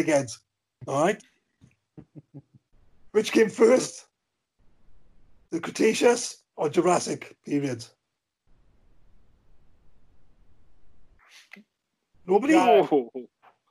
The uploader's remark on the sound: we do our first ever skype session